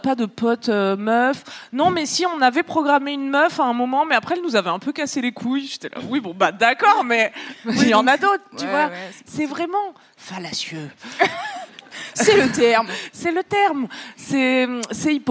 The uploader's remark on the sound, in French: LIVE au Paris Podcast Festival. Merci au Paris Podcast Festival pour cet accueil, et à vous, public, d'avoir ri à nos blagues en direct.